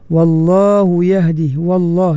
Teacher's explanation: tebalkan lam pada lafzul jalalah